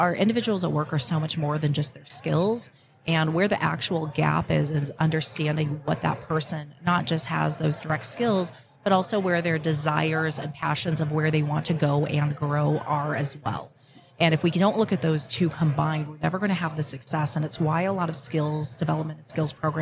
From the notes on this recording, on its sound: Live at the HR Tech 2022 conference.